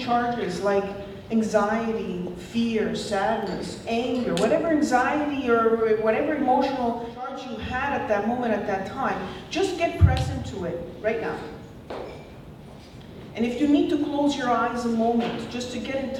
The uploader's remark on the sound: on stage at the event on June 2nd, 2015